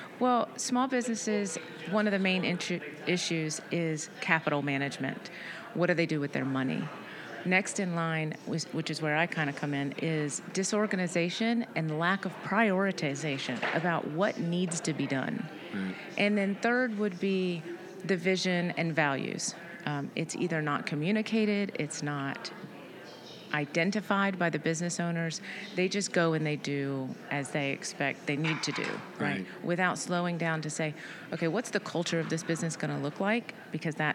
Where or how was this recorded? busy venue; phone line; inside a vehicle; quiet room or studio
busy venue